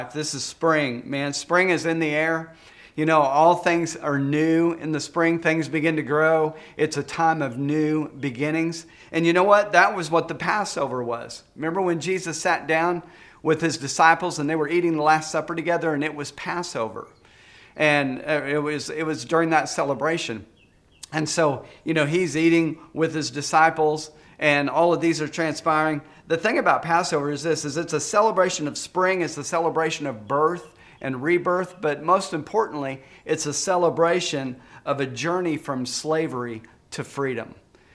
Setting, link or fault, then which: setting, large echoing room